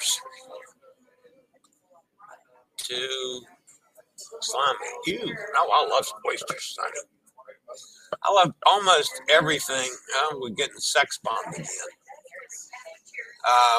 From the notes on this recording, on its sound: Will broadcast LIVE from a Sea Day onboard Holland America's Nieuw Statendam. The ship is enroute from Half Moon Cay, in the Bahamas to Ocho Rios, Jamaica.